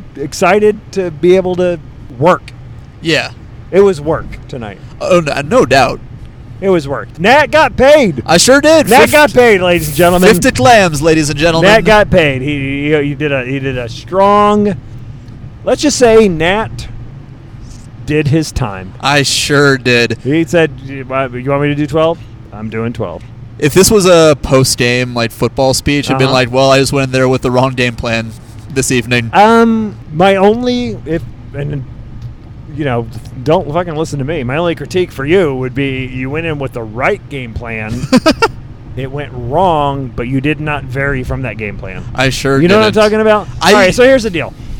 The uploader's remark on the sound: Records an episode to and from the gig. On the Road.